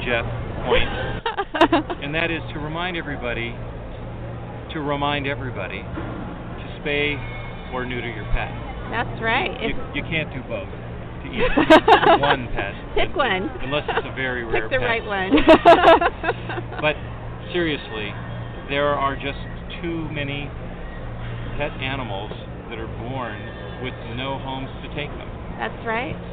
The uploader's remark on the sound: take in the sights and sounds of America's Family Pet Expo at the Orange County Fiargrounds.